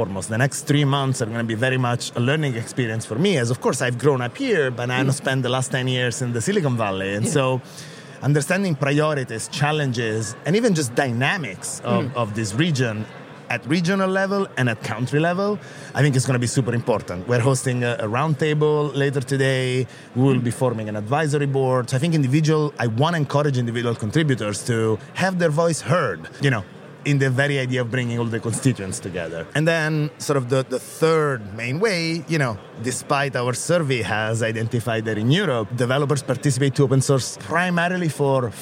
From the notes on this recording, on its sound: The On the Road episode of Makers, recorded in Dublin at Open Source Summit Europe.